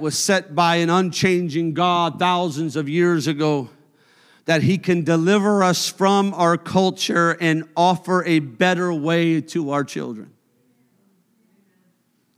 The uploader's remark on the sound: a service recording from Connect Point UPC